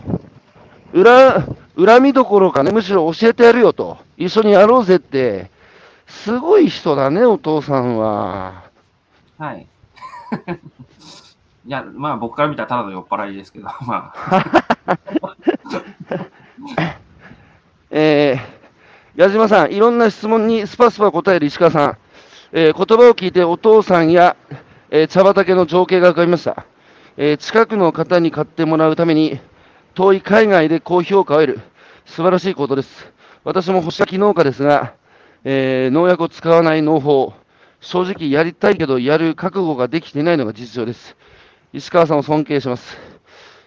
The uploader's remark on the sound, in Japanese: 歩きながら1時間、対談する